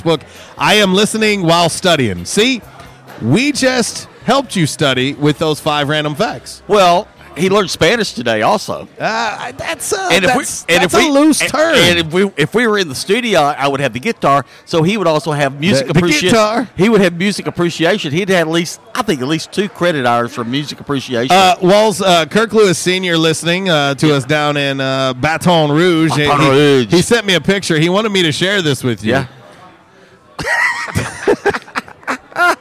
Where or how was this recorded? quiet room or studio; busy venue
busy venue